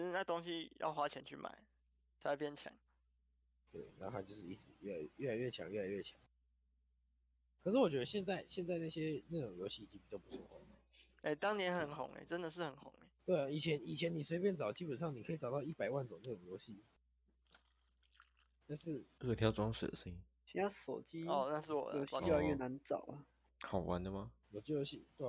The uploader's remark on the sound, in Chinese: 音質甚麼的就沒再管了